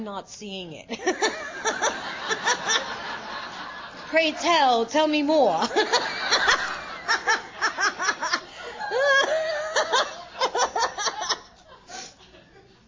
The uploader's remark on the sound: at the 2023 Fellowship of the Spirit Conference